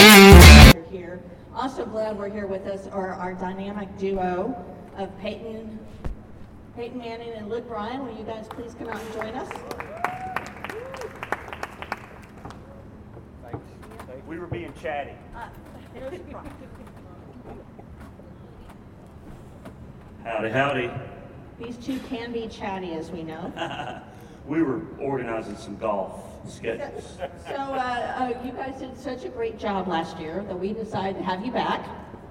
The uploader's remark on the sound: we attended an exclusive Press Conference